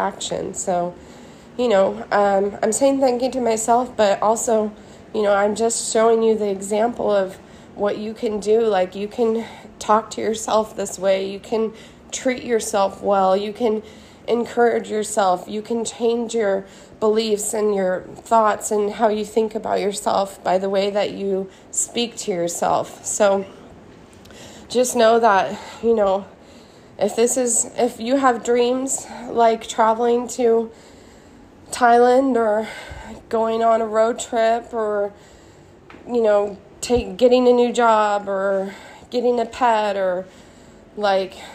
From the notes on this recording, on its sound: I recorded the main part of this from my phone while I was on vacation in Thailand. I recorded it from my hotel room at a beautiful beach resort while looking at a gorgeous pool with lots of plants and a backdrop of cliffs.